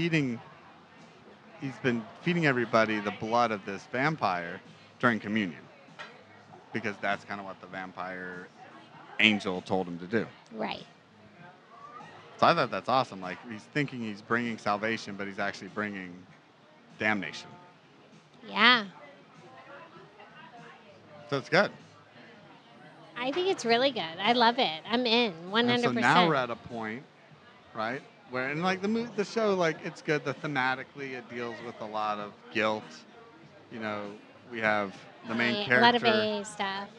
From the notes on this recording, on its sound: This episode was recorded over drinks and dinner at The Independent Bar and Cafe in Tampa, Florida.